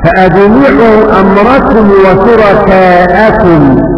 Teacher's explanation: وخلف العاشر وأبو جعفر قرأ فأجمعوا أمركم وشركاءكم بالنصب وهمزة القطع في قوله فأجمعوا